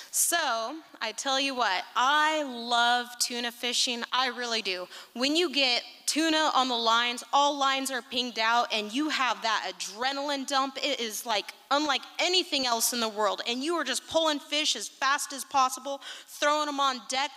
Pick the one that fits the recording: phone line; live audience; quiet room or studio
live audience